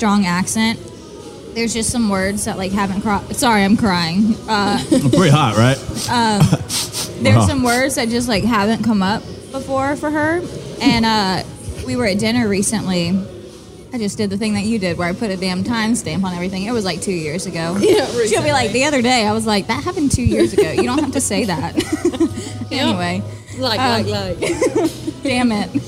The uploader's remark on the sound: Recorded at Party Fowl in Nashville, TN